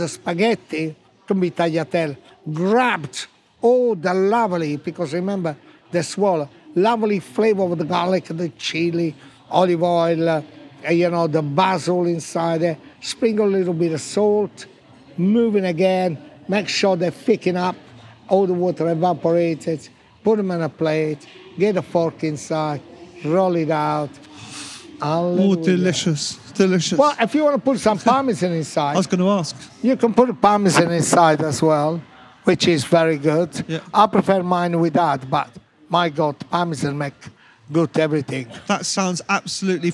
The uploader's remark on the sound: Recorded at the BBC Good Food Show.